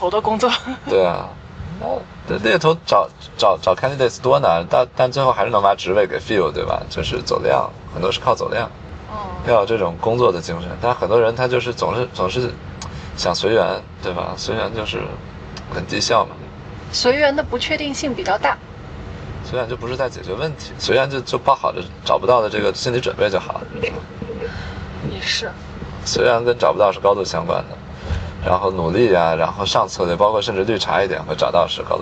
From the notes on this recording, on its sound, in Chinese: 后面每个话题都是纯临场，连大纲都没有。因为边开车边录的，有点吵……已经尽量降噪啦，下次有室内录制！